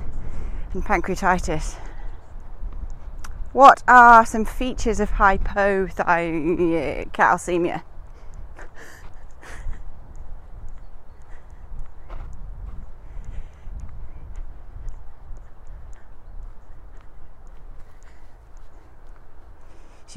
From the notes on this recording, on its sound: Recorded whilst out on a walk. Hope you enjoy the birds!